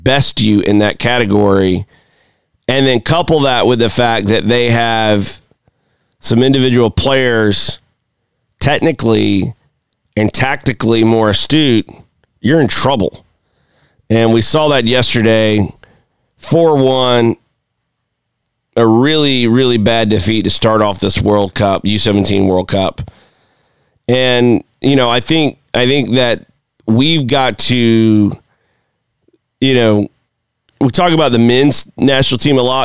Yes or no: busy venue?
no